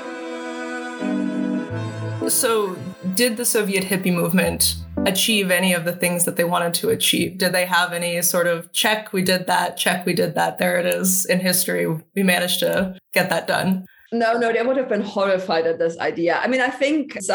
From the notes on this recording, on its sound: This episode was recorded on November 19th, 2021 via Zoom.